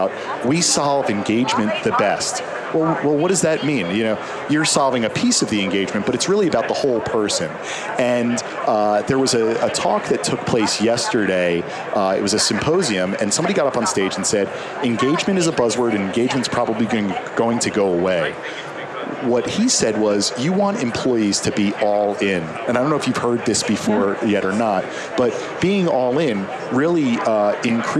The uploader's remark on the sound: LIVE from Las Vegas, at #HRTechConf